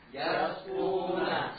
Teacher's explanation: Sin tipis, yas, bukan yos. Ya. Jangan terbawa dengan tebalnya po.